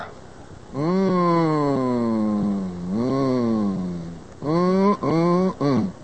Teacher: If you do the mmm and you unvoice it, you just have air going through your nose.